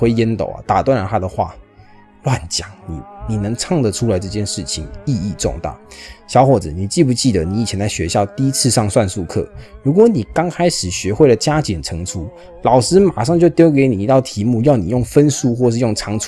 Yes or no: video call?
no